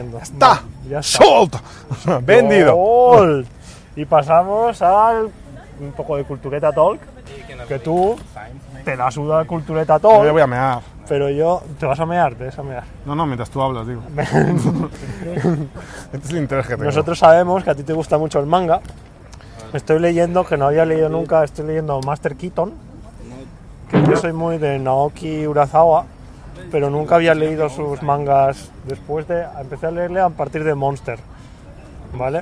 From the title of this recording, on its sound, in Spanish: Desde el Starbucks